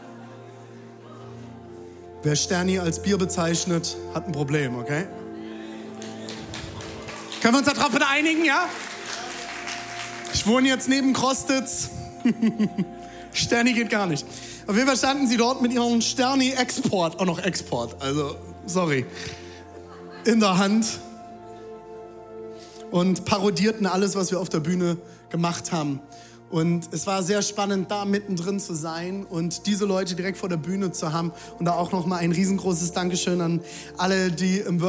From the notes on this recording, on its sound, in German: Audiomitschnitt der Predigt